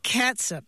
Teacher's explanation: But it's more like S-U-P with that vowel is a schwa sound, right? Not a long ooh sound.